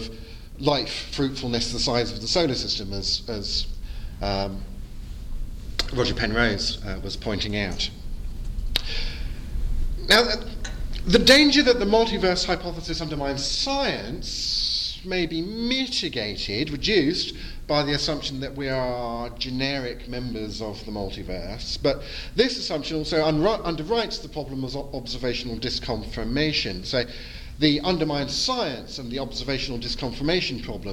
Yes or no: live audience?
yes